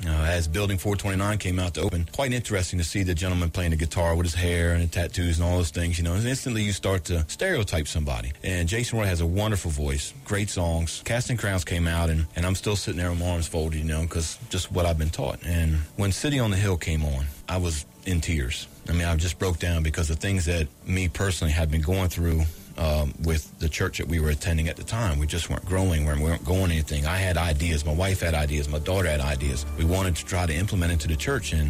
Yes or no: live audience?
no